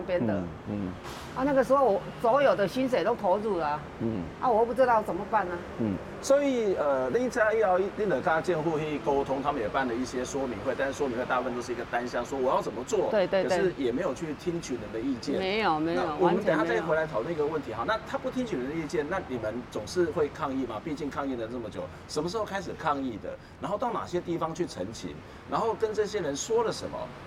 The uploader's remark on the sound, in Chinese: 本集節目因於鐵軌旁錄製，環境音會比以往節目大，請聽眾朋友諒解。